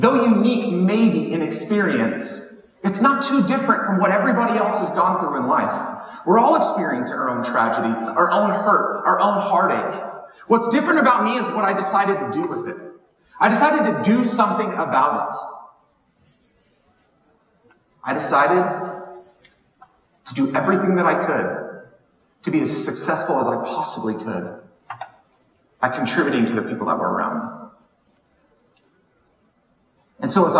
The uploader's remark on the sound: Keynote from WBM19. This episode features the audio from a keynote I recently shared. While the audio is not to the quality I prefer.